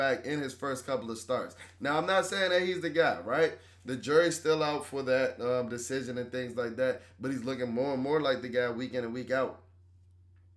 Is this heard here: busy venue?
no